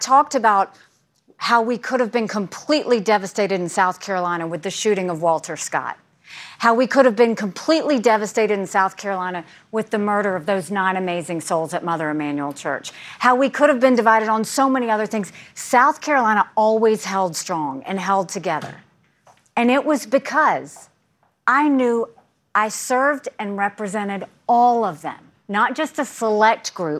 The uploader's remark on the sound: Moderates a live Republican Presidential Town Hall. From Des Moines, Iowa.